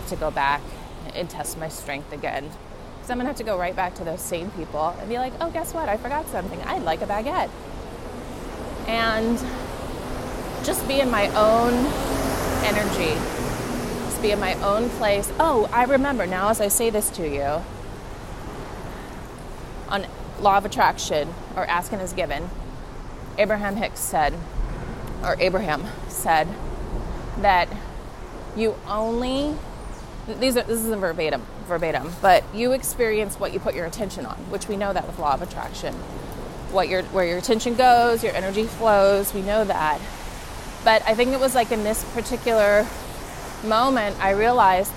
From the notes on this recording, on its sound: I’m recording in Lower Manhattan along the water front headed to the Douj Street Seaport